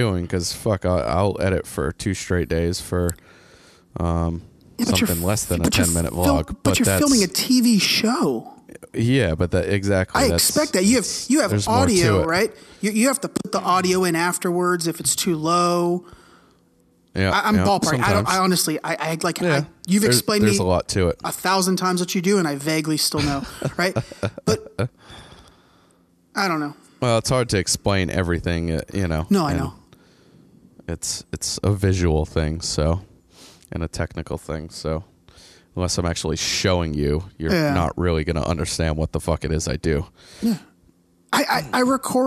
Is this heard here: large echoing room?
no